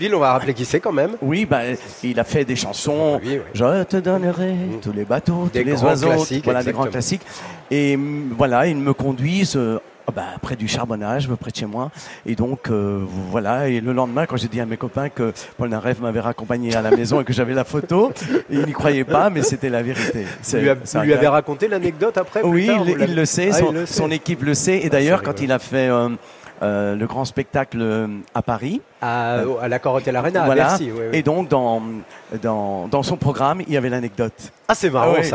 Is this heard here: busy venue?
yes